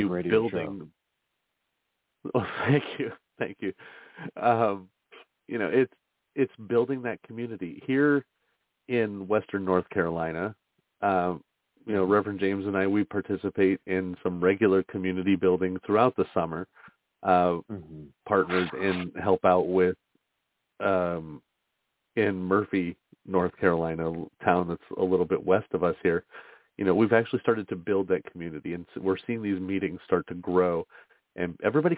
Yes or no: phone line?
yes